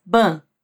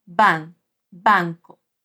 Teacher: Mesmo que a N tenha esse som nasal, quer dizer que o ar saia pelo nariz quando a gente pronuncia, a A vai ter som de A. · Shown in: second take · Ou seja, a gente não faz ban, a gente diz ban, banco.